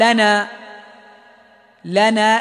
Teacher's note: رقق اللام لمجاورتها النون القريبة منها في المخرج · Term: ترقيق اللام